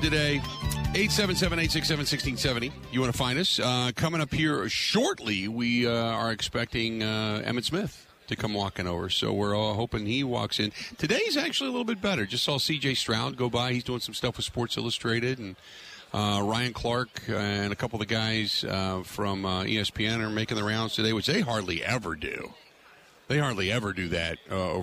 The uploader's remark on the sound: Live From Radio Row At Super Bowl 57